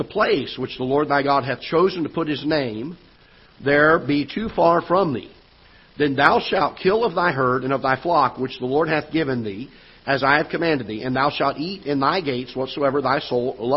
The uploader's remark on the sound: Ketha Heights Baptist Church ~ Live Broadcast